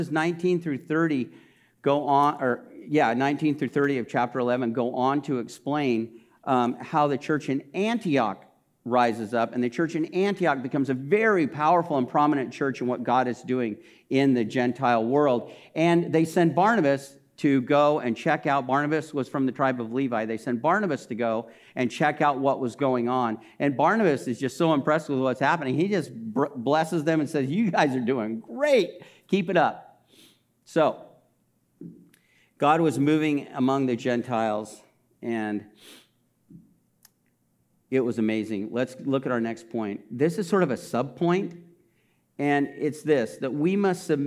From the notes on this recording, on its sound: This message was recorded during a Sunday service on May 22, 2022